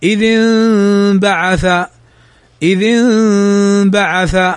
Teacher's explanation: الإقلاب هنا في كلمة انبعث، انبعث فيها النون، وبعد النون بعدها الباء، والباء حرف الإقلاب، فتقلب النون ميما مع غنة مخفاة